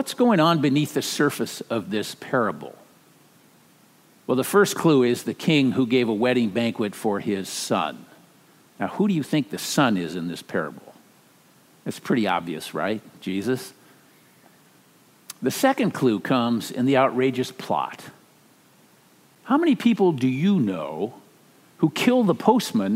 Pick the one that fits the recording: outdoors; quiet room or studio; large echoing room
large echoing room